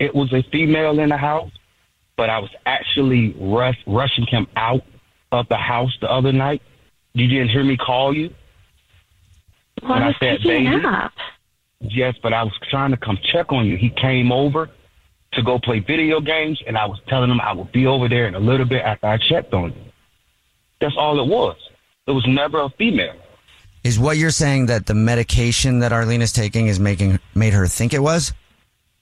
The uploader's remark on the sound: There is a woman on the phone